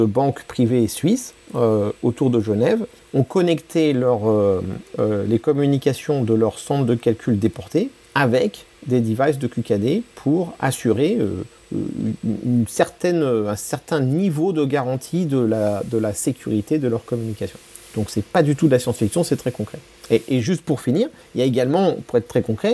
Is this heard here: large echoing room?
no